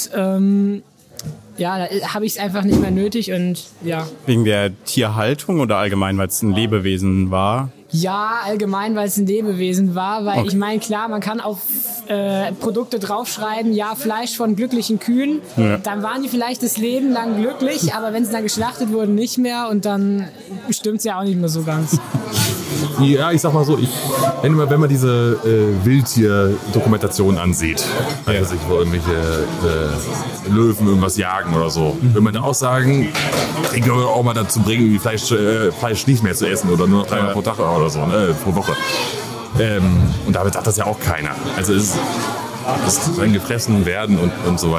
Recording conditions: busy venue